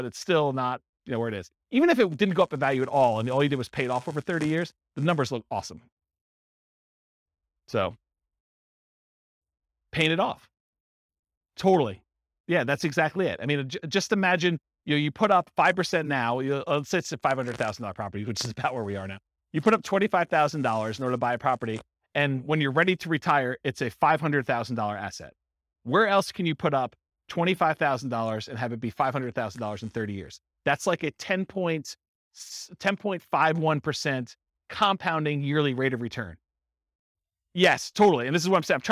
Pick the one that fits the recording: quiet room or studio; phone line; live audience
live audience